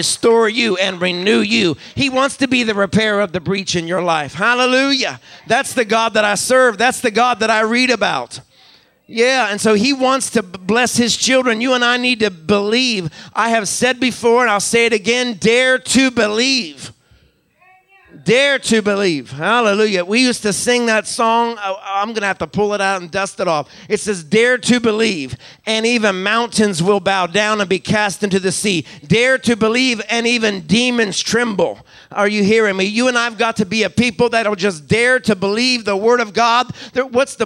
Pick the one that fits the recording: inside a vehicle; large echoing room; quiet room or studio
large echoing room